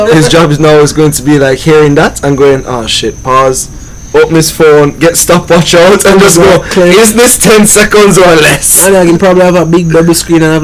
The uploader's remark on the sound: I left the Mics a little loud this week, adjust your volumes lol.